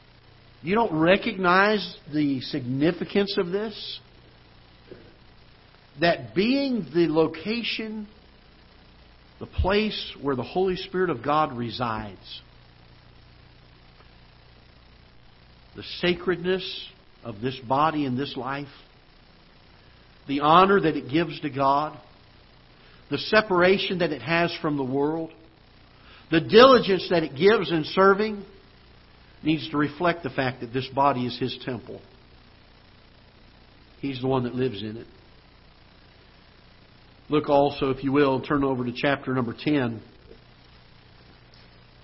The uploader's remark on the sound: Ketha Heights Baptist Church ~ Live Broadcast